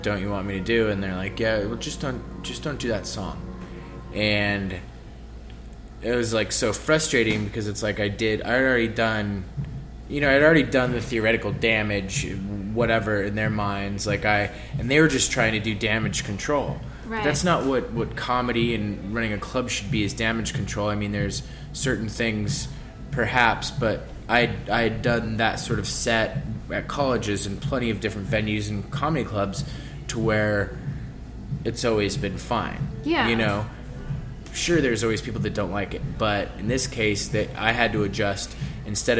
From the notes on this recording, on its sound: at Manhattan's famed Bunga's Den Bar